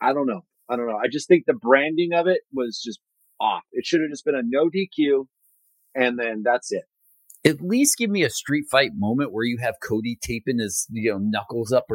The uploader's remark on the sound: There are some sound issues; we did our best to fix them on our end.